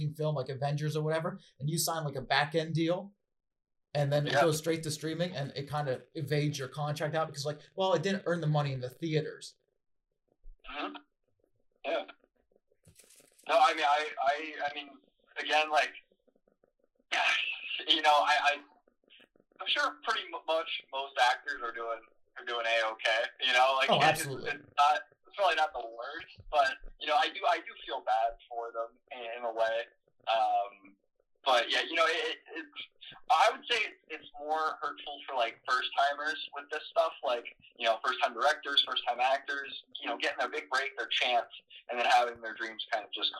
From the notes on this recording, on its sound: UNEDITED PODCAST. Apologies for the audio quality during the recording.